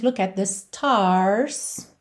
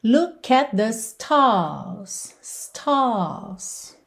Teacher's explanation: Já no inglês britânico, quando esse R vem depois de uma vogal, ele frequentemente não é enrolado, e o que a gente tem é um alongamento da vogal · Shown in: second take · Então, isso acontece aqui várias vezes, quase toda vez que aparece a letra R.